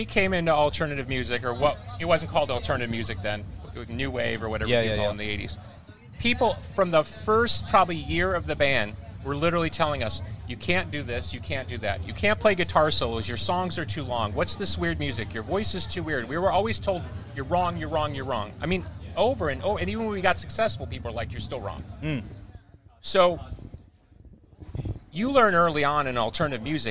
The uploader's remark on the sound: The Everblack Podcast teamed up with Heavy Mag at The World Is A Vampire Festival in Brisbane